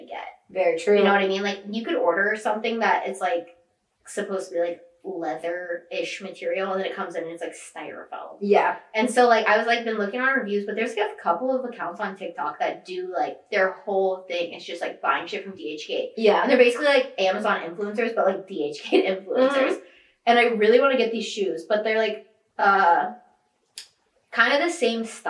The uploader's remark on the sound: Sorry about the audio, next week will be crispy we promise.